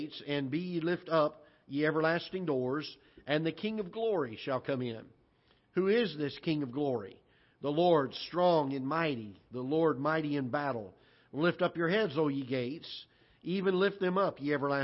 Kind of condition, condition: setting, large echoing room